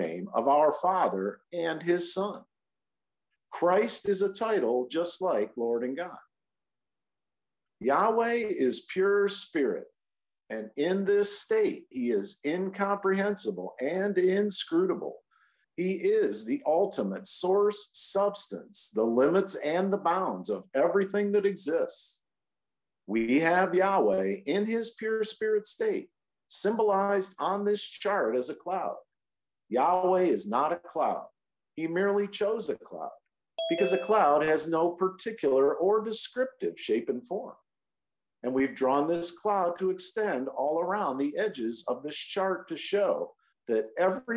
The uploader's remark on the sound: Oceanside Zoom Class.